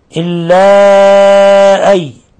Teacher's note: مد منفصل يمد من 4 إلى 5 حركات